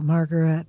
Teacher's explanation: he has an accent on the last syllable